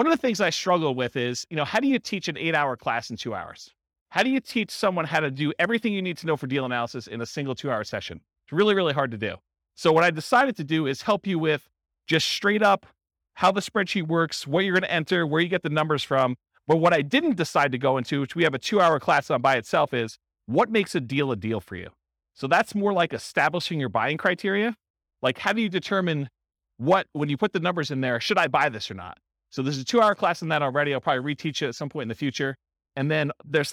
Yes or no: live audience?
yes